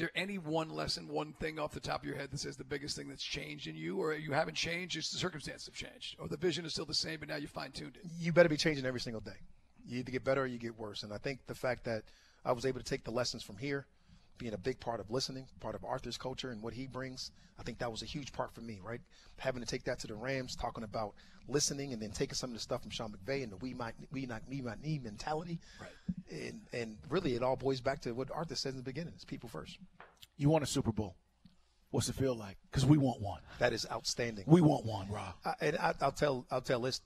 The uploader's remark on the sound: LIVE from Mercedes-Benz Stadium